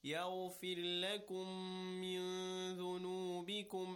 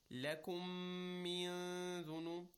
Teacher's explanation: there is a ghunna for both meem and noon of the min.